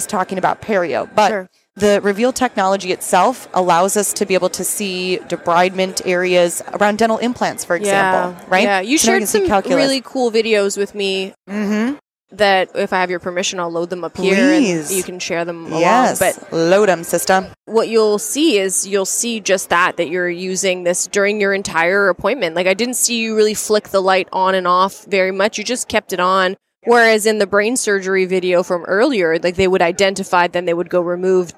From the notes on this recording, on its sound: We recorded this episode in Boston live on the tradeshow floor at Yankee Dental Congress